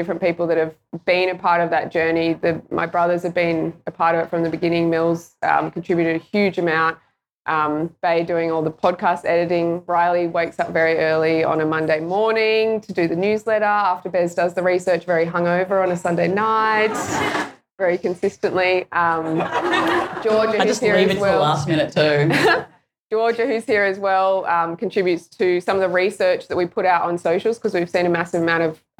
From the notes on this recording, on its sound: at the recent book launch event for GIRLS DON’T PLAY SPORT